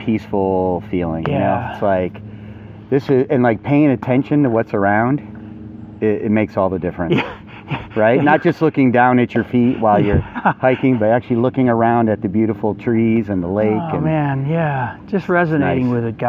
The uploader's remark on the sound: as they hike at trail at Red Top Mountian outside of Atlanta, GA.